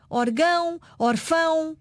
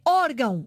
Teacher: se eu não colocar o acento sobre a vogal, a tonicidade recai no ão · Shown in: first take